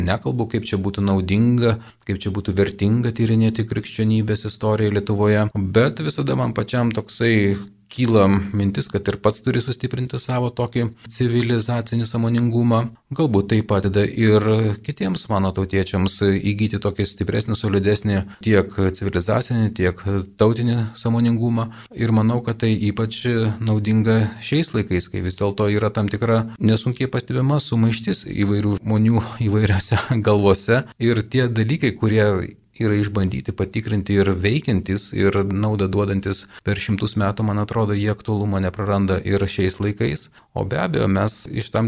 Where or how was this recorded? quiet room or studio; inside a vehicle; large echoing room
quiet room or studio